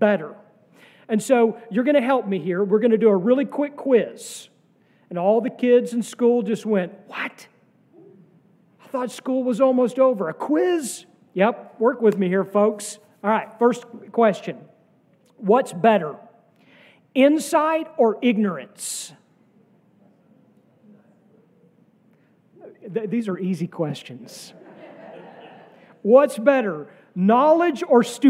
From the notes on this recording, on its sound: sermon from our worship service on May 14, 2023